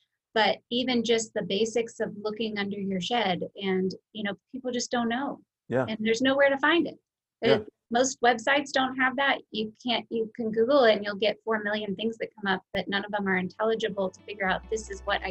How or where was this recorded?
video call